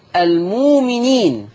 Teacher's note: إبدال الهمز الساكن، المؤمنين هتبدل بواو مادية فتصير المؤمنين، وكلمة المؤمنين جت في الآية 166 والآية 171.